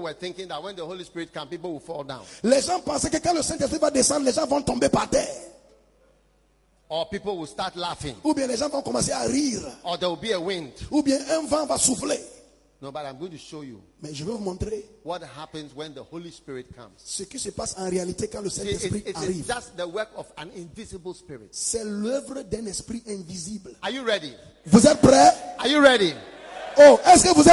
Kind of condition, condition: setting, live audience